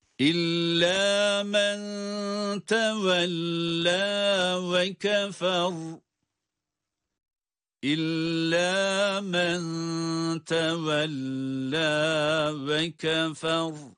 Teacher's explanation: burada illa da şedde var ama lam hunneli olmadığı için tutmuyoruz. İlla dememiz yeterli.